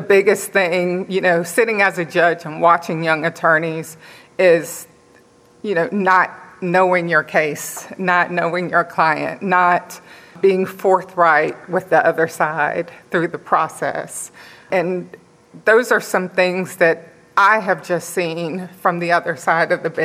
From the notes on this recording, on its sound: This episode is part one of a three-part recording at the 2023 Annual Meeting.